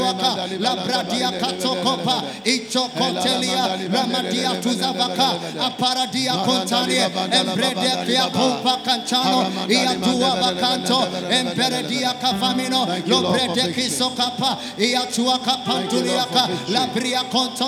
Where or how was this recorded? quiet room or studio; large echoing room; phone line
large echoing room